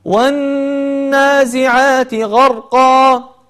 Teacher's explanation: نعم، أهم الملاحظات التي على الإنسان أن يعني يلتزمها أثناء تلاوته للآيات التي قرأتها قبل قليل: واحد، في قول الله سبحانه وتعالى والنازعات غرقا، ينتبه إلى الشدة في ون، النون مشددة فحكمها أنها يجب أن تغن بمقدار حركتين، فتقول والنازعات غرقا.